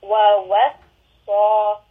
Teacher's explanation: So we hear that there is a whistling, a Saphir on the Sad, and Sad is a heavy letter